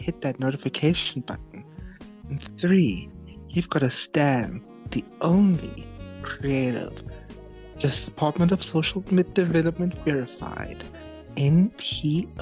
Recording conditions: video call